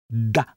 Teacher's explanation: щоб вимовити приголосну «д», треба тільки кінчиком язика доторкнутися верхніх зубів